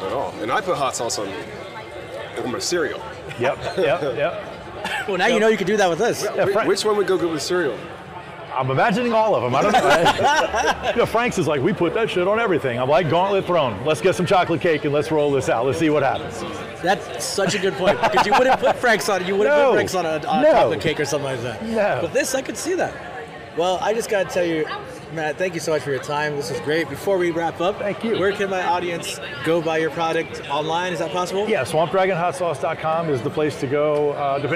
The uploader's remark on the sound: This episode is “Live” from Fan Expo New Orleans.